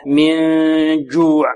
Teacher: عندنا نون ساكنة بعدها جيم حكمها ماذا؟ الإخفاء، غنة كاملة، من جوع، جيم هنا شديدة، لا نقول من جوع، من جوع.